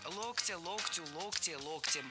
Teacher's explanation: В единственном числе ударным остается корень слова «локтя», «локтю», «локте», «локтем».